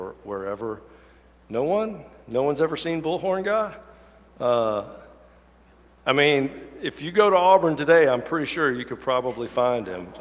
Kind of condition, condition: setting, large echoing room